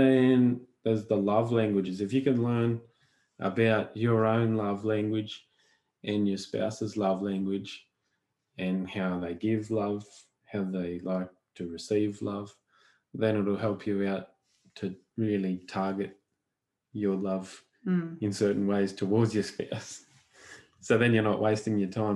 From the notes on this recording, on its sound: the live Q&A we did in the Wholesome Mumma Facebook Group